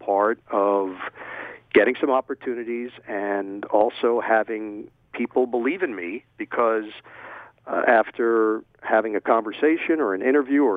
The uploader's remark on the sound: over the phone